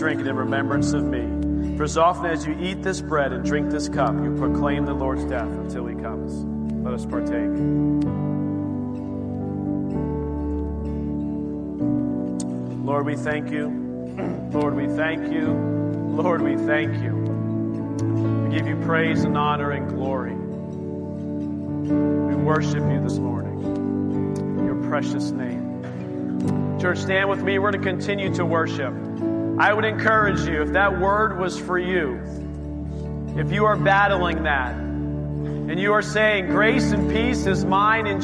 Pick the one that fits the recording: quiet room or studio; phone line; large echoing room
large echoing room